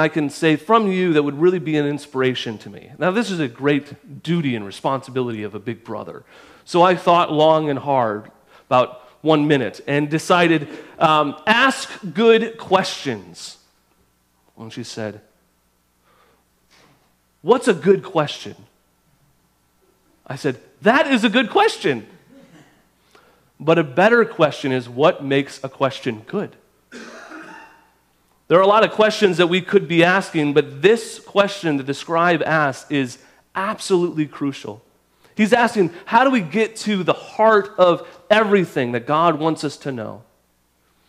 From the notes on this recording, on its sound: At our recent Definitions conference we had a great Q&A session